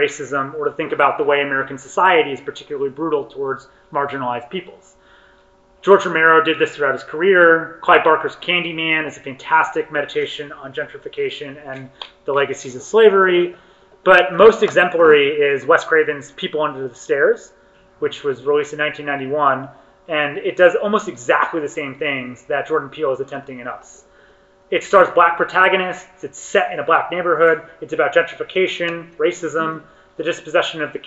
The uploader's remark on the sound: session recorded at Socialism 2022